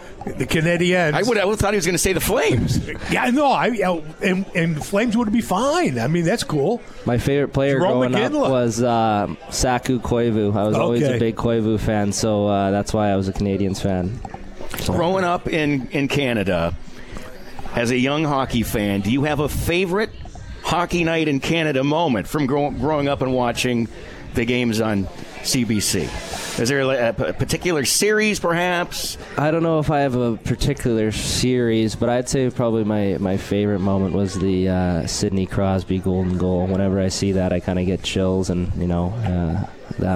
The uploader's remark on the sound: Live from Swifty's.